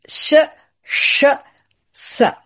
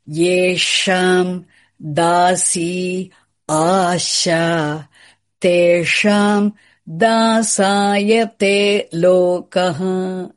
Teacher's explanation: to practice all three sibilants, sh palatal, sh cerebral, s dental